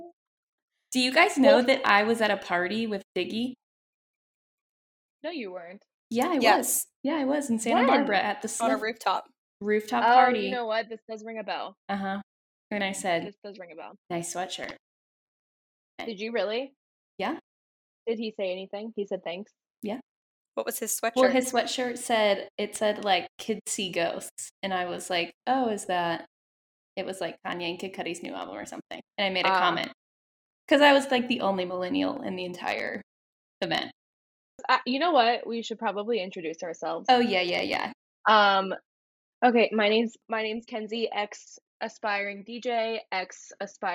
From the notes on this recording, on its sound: (Test Episode - Poor Audio).